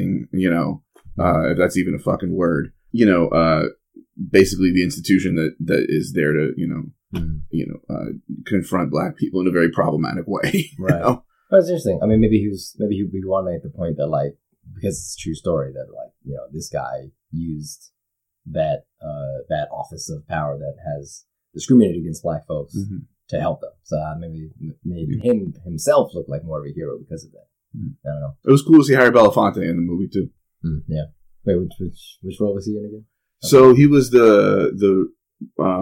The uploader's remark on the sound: There was a problem with the audio when we played back the recording, and the method I had to use to fix it muffled the vocals a bit.